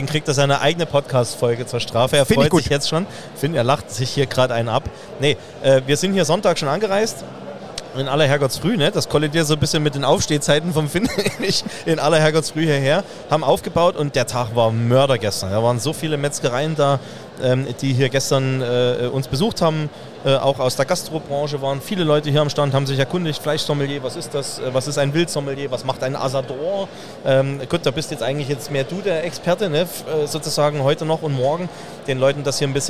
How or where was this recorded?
busy venue